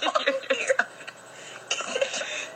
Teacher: you can hear the strain and dryness in her laughter